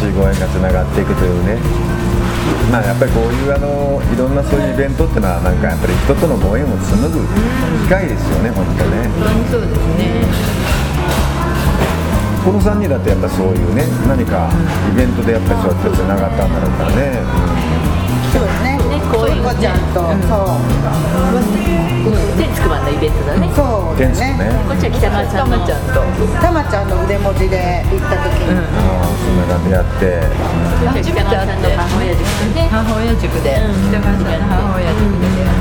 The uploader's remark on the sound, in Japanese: モスバーガー店内で対談収録